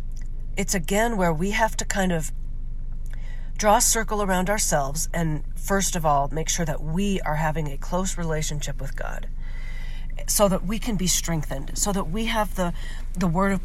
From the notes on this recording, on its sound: Your First Car-ride Episode, and Yes, I’m Still Sick. I couldn’t wait till I got home to push record on this episode, so I recorded it on my way home. I promise my voice won’t always sound this way!